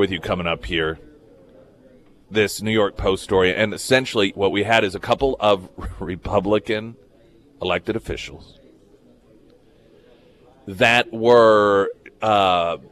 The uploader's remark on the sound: live at Scramblers Diner